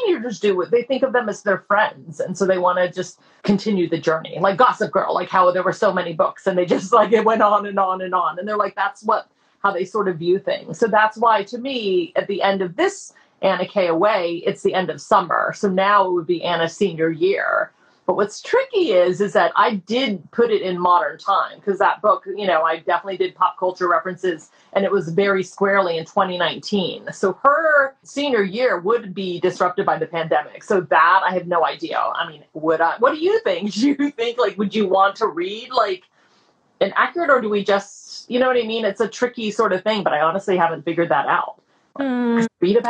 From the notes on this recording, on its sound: a recent IG Live —released here as a podcast